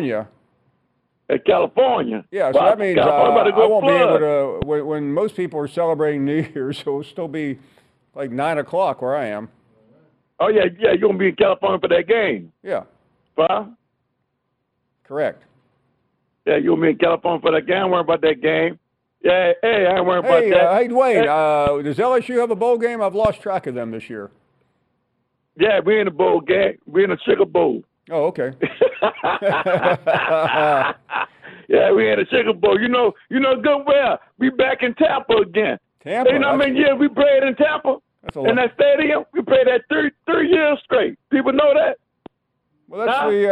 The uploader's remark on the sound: More of your phone calls.